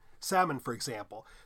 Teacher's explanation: Salmon in Latin was salmo with an L definitely in it, and it was pronounced with an L in Latin. And then it did lose the sound